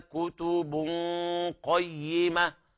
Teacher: وهنا الغنة مفخمة لأجل القاف بعدها. كتب قيمة، وكذلك الوقف على التاء المربوطة بالهاء قيمة، ونبين الايه التشديد في الياء.